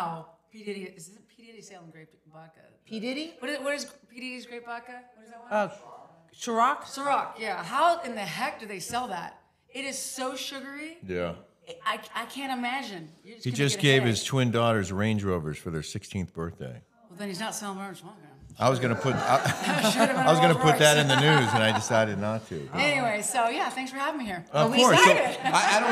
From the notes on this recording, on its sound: Taped in front of a LIVE AUDIENCE at TBD STUDIOS in Laguna Beach, California.